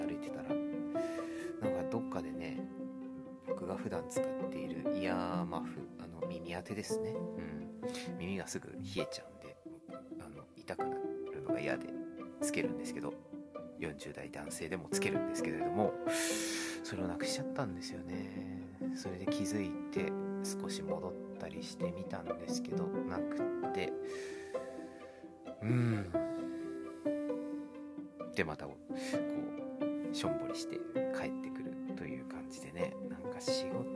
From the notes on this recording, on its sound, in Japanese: 音声にこだわってみようと試みた結果、 いつもより余計なノイズ音が紛れました。